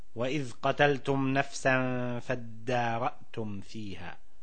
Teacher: الدحرج قال تعالى وإذ قتلتم نفسا فادارأتم فيها ادارأ أصلها تدارأ أبدلت التاء دالا وسكنت ثم أدغمت في فاء الفعل